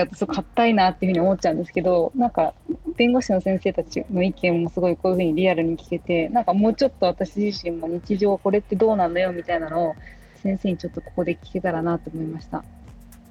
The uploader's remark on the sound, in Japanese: 収録はzoomを活用して遠隔で行いました。音声が聞きづらい部分がある点、ご了承ください。